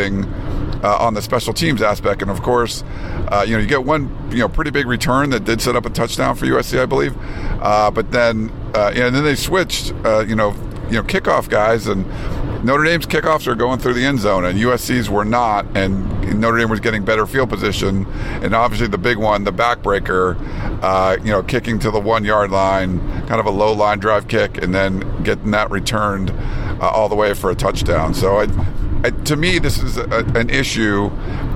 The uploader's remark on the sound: In the car on their drive back from South Bend to Chicago (at 2 in the morning). As this was literally recorded in the car driving in the middle of the night, we apologize if the audio quality isn't as high as our usually shows recorded in studio.